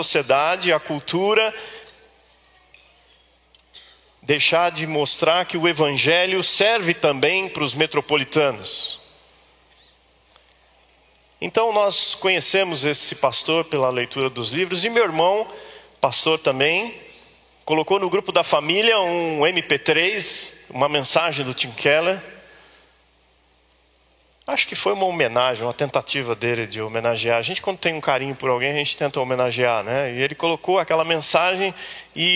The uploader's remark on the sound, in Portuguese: Culto ao vivo IBMorumbi